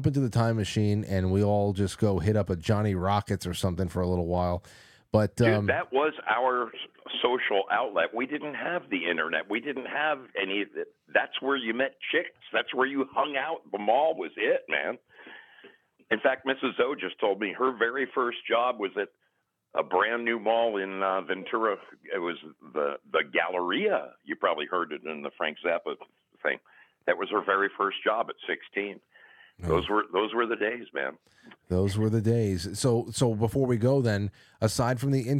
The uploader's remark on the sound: We’ll take calls and submissions from the audience